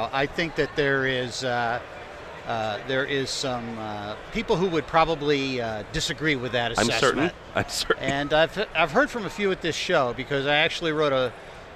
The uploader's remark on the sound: We are live from CEDIA Expo 2014. There are a cast of contributors from manufacturers to integrators and programmers.